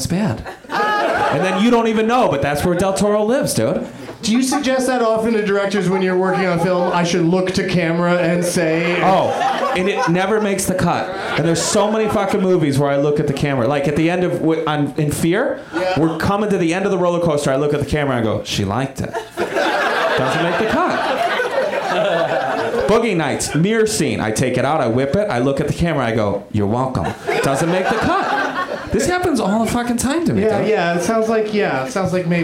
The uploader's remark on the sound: Live at the UCB Franklin in Hollywood